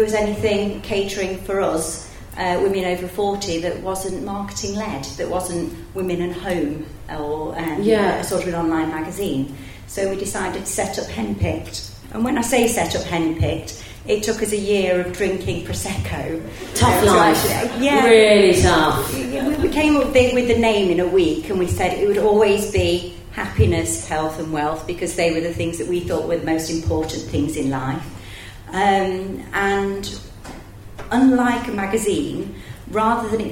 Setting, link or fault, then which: setting, live audience